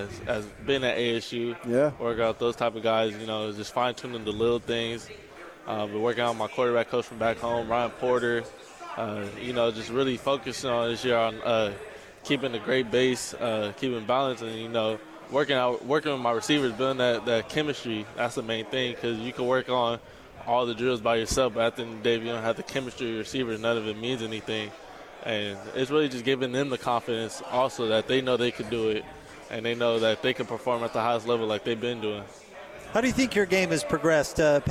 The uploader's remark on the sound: LIVE from Pac-12 Media Day in Los Angeles, CA.